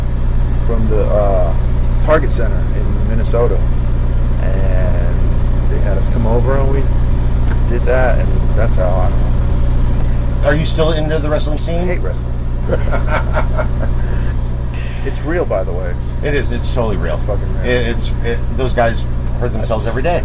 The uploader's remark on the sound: The bus was running the whole time which accounts for that humming background noise. No amount of filters could completely remove it without making the recording sound tinny and less audible.